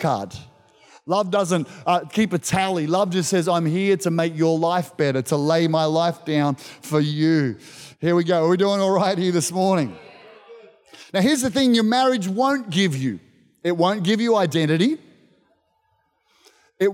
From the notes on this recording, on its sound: This was recorded in our 9am service on the 7th of November, 2021